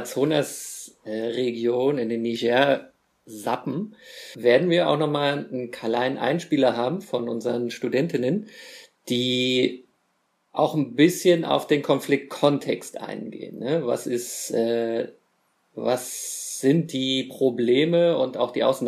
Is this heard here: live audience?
no